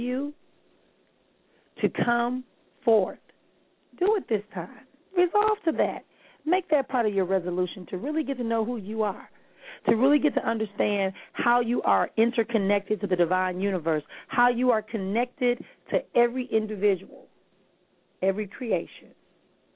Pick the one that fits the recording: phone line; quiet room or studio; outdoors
phone line